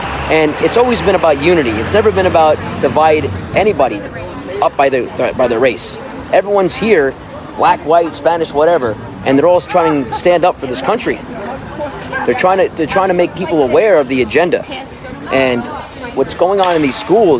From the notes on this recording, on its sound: Live Interview & Patriot Rally Action! Interviews several patriots live!